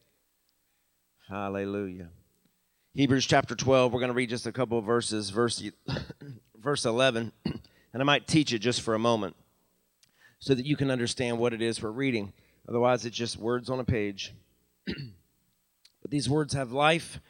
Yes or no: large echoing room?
yes